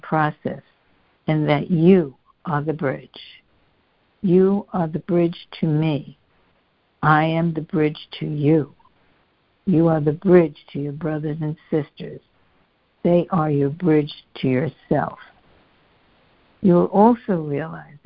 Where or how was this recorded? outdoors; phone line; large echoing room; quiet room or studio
phone line